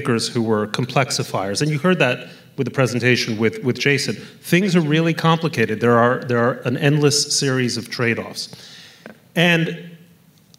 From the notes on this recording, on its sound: on stage at the 2023 Aspen Ideas: Climate event in Miami Beach